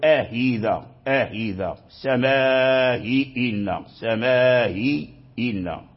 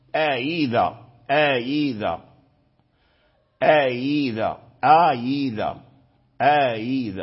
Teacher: تجوز القراءة به، وإنما تنطق بهمزة كما ذكرنا ملينة مسهلة فقط، لا يظهر في لفظك وفي نطقك وفي صوتك لا يظهر الهاء · Shown in: second take · Term: التسهيل